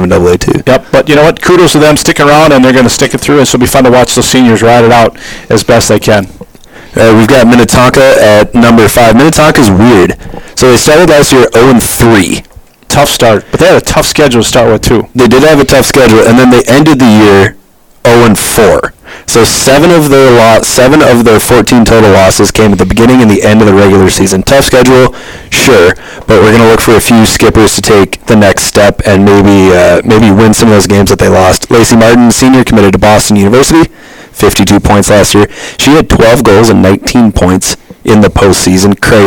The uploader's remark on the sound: the audio is a little loud and distorted